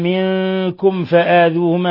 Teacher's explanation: ميم ساكنة جاء بعدها الفاء إظهار شفوي